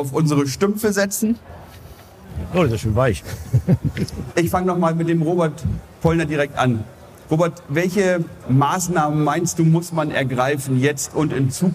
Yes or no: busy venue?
yes